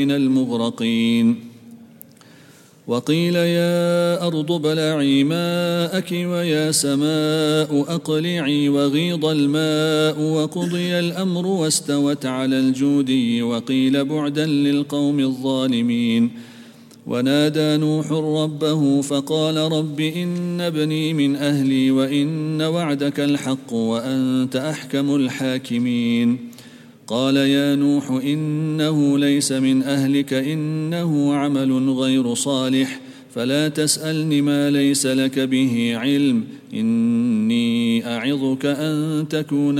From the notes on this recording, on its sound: at the Houghton Masjid (West Street)